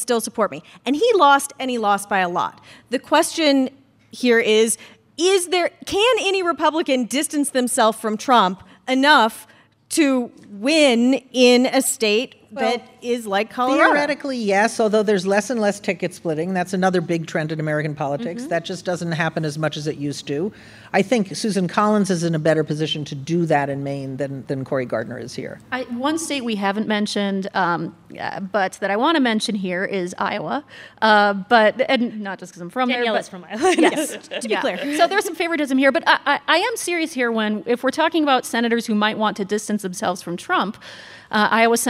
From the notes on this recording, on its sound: This is a special episode, recorded in front of a live audience at the Boulder Theater in Boulder, Colorado.